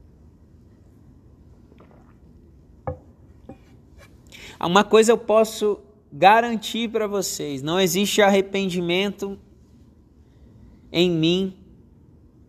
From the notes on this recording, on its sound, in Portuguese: Podcast gravado durante as 240 horas de adoração da minha igreja local Monte Sião Grande Vitória.